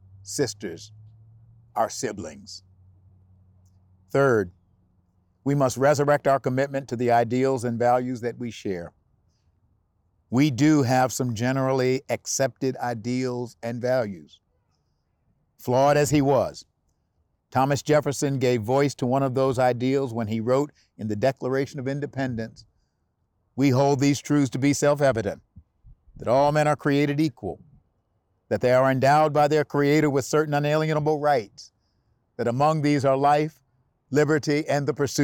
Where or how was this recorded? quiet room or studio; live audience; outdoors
outdoors